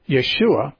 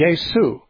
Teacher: they substitute the SH sound with an S. So it'd be Yesu and, or Jesus.